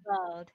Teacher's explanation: for people who struggle with the R, you can drop the R and just go to the dark L